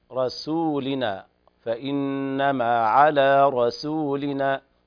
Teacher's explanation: انتبه للسين في ترقيقها، لا تفخم السين فتحول إلى صاد